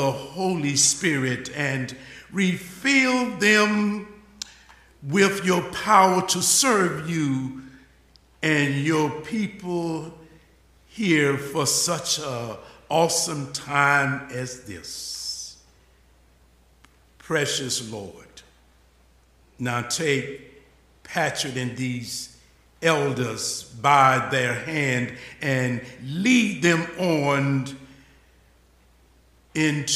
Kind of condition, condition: setting, large echoing room